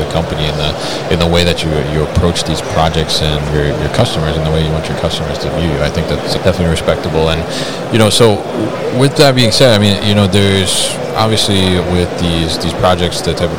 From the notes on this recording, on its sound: Baker Industrial at MODEX 2022